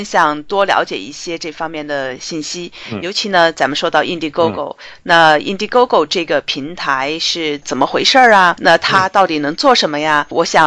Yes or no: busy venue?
no